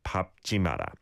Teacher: when followed by another consonant, the 리을 is silent and the 비읍 sound takes over. So it should be 밟지 마라.